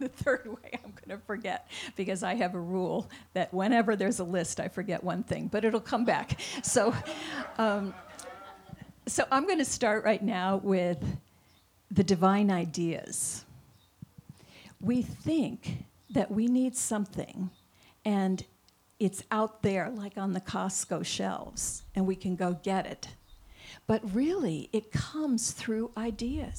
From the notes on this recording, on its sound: This week only, we are broadcasting LIVE from the Hayshed, an outdoor venue in Bend. We’ll have our regular Sunday Service, with special guest musicians.